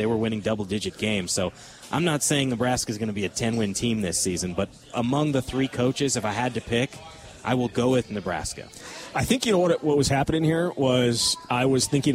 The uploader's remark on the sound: live from Monk's Bar and Grill in Sun Prairie